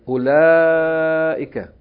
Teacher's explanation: Notice that the word أُولَٰئِكَ is written with Hamza, Dhamma and Wow. That Wow is not pronounced. It is not elongation of the Dhamma. This word is not pronounced أُولَٰئِكَ.